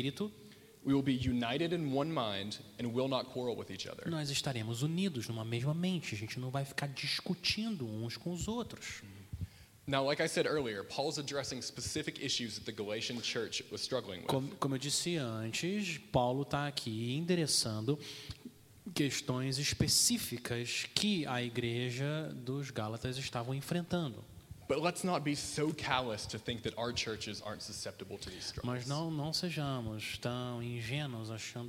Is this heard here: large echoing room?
yes